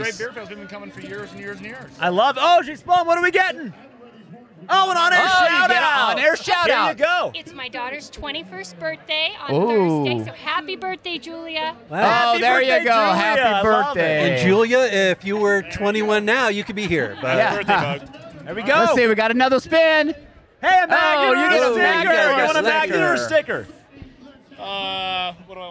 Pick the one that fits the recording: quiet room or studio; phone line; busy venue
busy venue